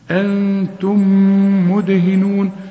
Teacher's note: والدال قلقلها مده علشان ايه ساكنة